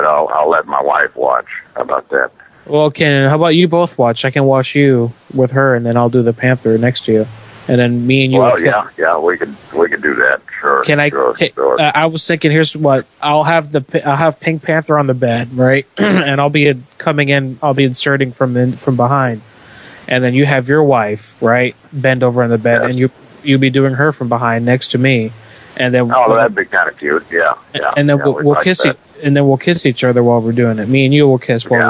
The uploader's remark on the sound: Prank Phone Calls